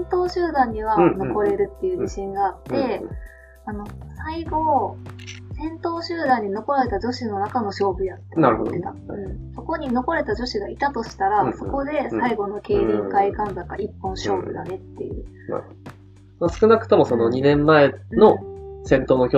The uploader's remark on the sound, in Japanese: お酒を飲みながらのトークであることをお許しください。少しノイズが入ってしまっています。